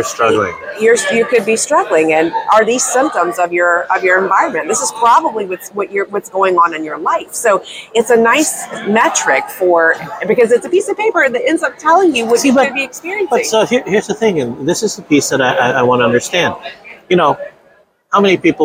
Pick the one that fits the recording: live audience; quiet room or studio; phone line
live audience